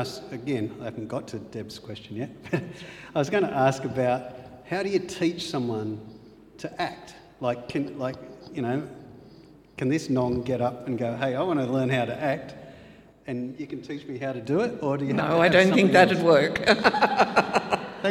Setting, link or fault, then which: setting, live audience